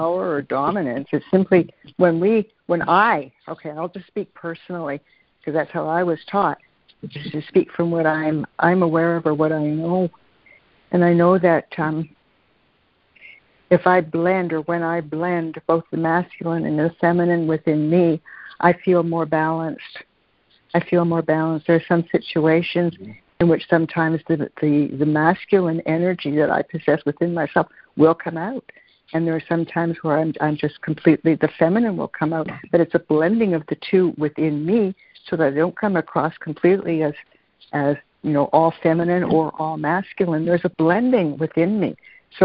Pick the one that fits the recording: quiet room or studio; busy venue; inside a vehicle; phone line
phone line